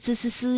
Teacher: 滋思思呢发音的时候啊，这舌尖是平伸的，是抵住上齿背或者是下齿背，控制舌尖不要抬起 · Term: 平舌音